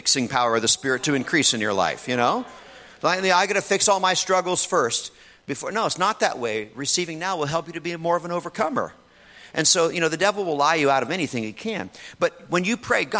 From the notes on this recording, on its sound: In this message from the Renew Conference